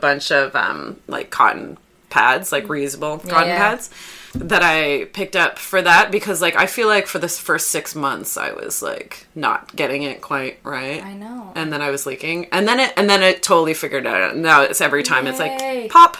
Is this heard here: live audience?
no